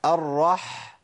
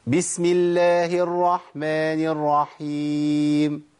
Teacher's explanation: سمع صوت الحاء، ودي اسمها بحة الحاء، البحبحة · Shown in: first take